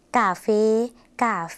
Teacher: ภาษาไทยออกเสียงสระแอแต่ภาษาลาวออกเสียงสระเอค่ะ